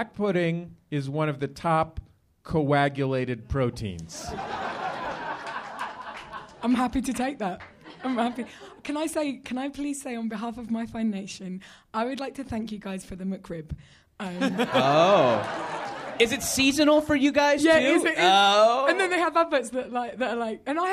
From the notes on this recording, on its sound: Live at MaxFunCon. A live recording at MaxFunCon 2011.